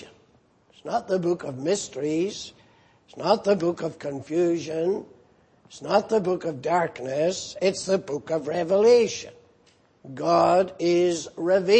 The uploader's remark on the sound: Preached in Grafton. At the Lord's Day Morning service.